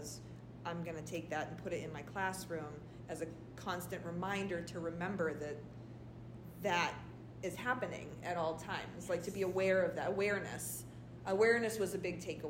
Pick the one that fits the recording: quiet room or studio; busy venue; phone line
busy venue